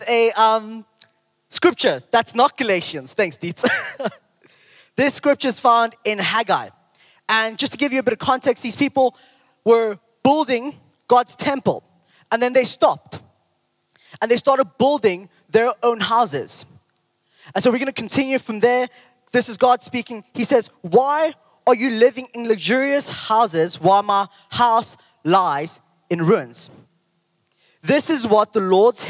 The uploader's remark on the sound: Recorded live on Sunday 11th June the 2023